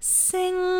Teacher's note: It's very buzzy in the roof of your mouth, in your nose too.